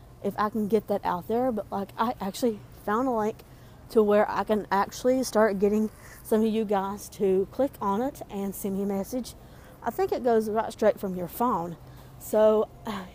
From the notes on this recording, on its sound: Recording This episode In Walmart. I wanted to have a bit of fun while shopping so we decided to vlog and Record today’s vlog.